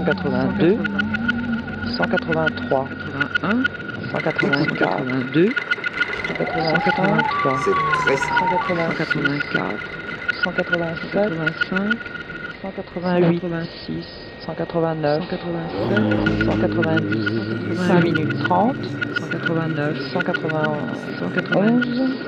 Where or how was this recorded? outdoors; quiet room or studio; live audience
outdoors